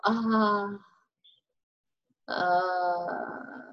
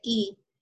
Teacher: en A se hace más grande y en I todo se hace más finito